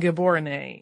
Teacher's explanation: pronounced more like Heborone with a guttural G and the accent on the final E